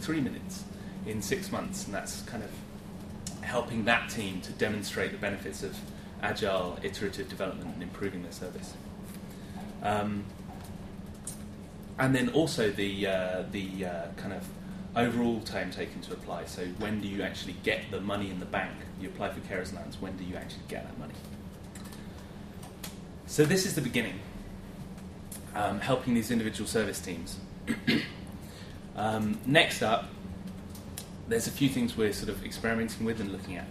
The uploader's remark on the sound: Friday lunchtime lecture